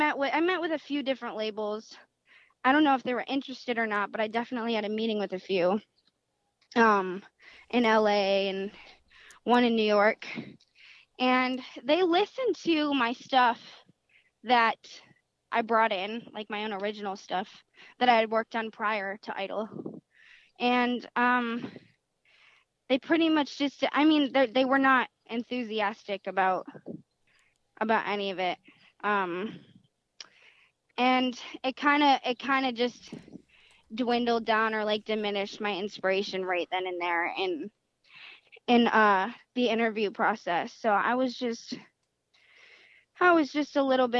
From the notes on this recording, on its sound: called into the show